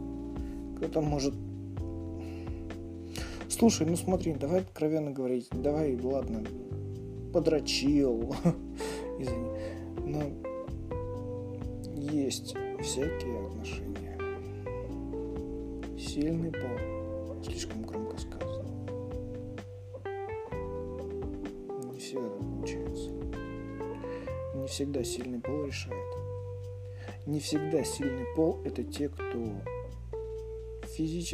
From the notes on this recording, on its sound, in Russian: я тут снова записал тебе войс